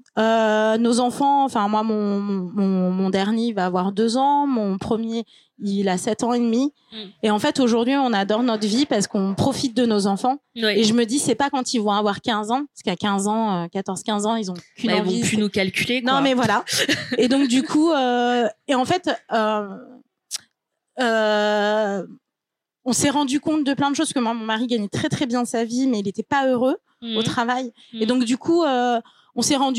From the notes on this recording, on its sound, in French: Enregistré en live à l'occasion de l'événemeny Slow Fashion & culture organisé par Weslow, accélérateur de marques engagées mode et lifestyle.